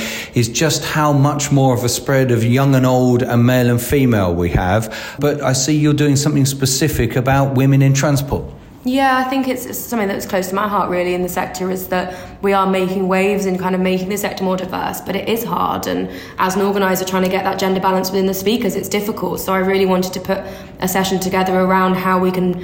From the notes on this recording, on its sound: Day One at Highways UK. On a busy Highways Voices from Highways UK 2023 today. In the podcast from Birmingham's NEC.